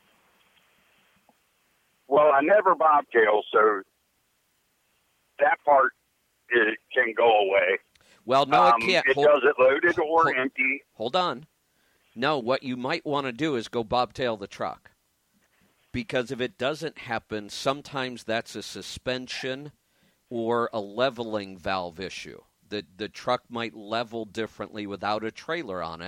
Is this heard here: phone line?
yes